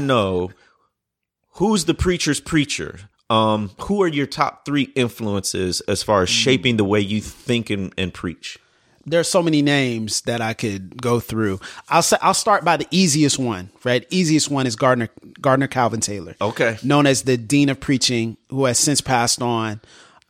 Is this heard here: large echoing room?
no